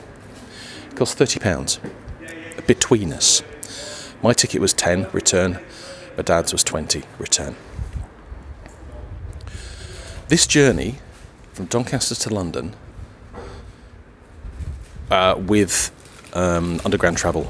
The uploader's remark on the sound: You join me as I journey down to London for work. Audio snippets from the bus stop, two railway stations, and home.